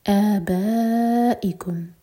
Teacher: آبائکم، ا مد بدل دو حرکہ. با مد متصل چار حرکہ لمبا اور پھر ہمزہ پر کٹ آف ساؤنڈ